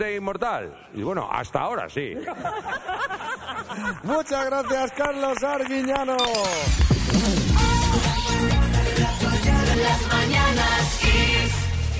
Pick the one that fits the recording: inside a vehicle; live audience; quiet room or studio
live audience